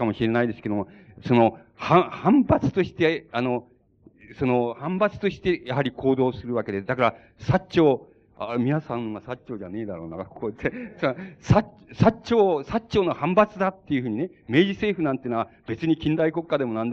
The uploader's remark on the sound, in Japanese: 場所：北九州市小倉・NRCCホール。北九州市小倉の書店・ 金榮堂で行われた講演。音源は主催者から提供。たいへんクリアに収録。